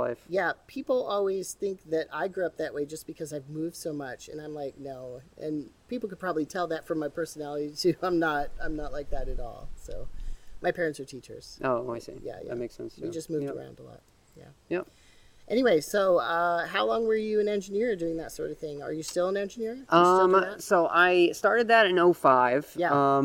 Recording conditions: outdoors